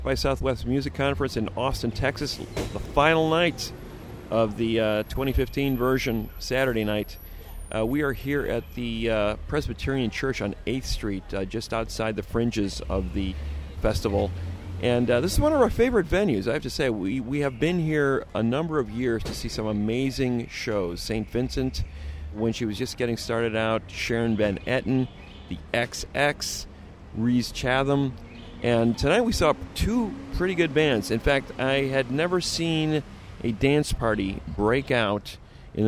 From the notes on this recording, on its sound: on the ground at the annual SXSW conference in Austin, Texas